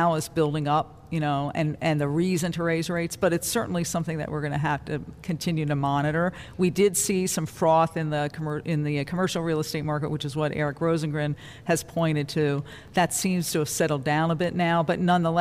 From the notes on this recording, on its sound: Live from the Federal Reserve Bank of Cleveland.